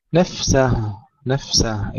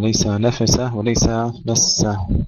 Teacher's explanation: إظهار الفاء مع همسها بدون قلقلة · Shown in: first take